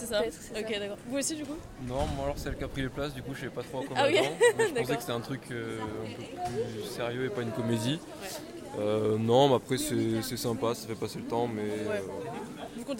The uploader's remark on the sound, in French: A l'occasion du festival Séries Mania. Balader son micro en plein dans l'évènement !